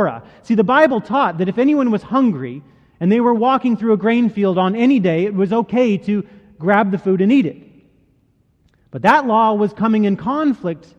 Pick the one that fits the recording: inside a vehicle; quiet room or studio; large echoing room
large echoing room